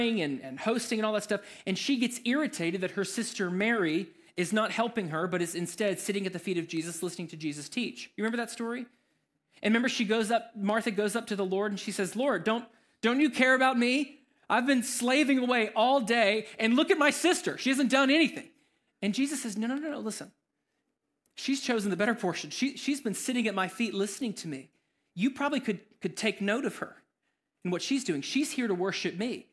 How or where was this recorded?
large echoing room